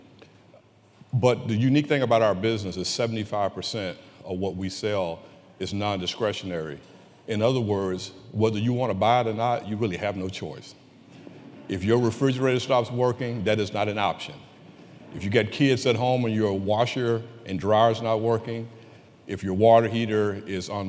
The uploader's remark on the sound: We're sharing a conversation that was recorded in front of a live audience at the Charlotte Business Alliance's annual economic outlook event.